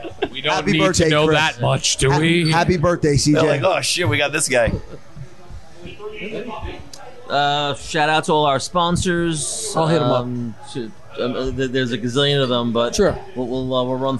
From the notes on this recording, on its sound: podcasts live from Maloney's Pub in Matawan NJ